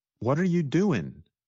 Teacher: Many times, the ing at the end of words gets shortened to just the sound in.